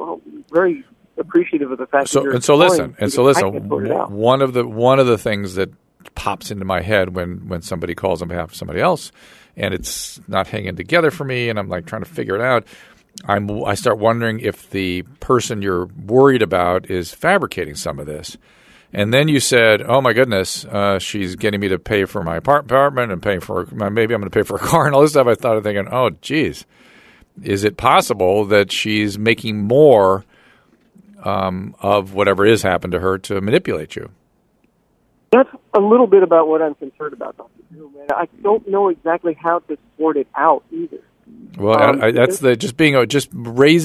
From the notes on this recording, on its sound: Listener Calls. Listener phone calls.